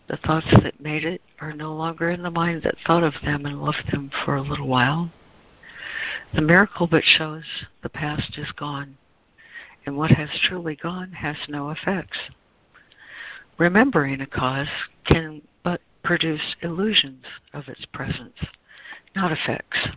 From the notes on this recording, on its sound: ACIM Daily Conference Call.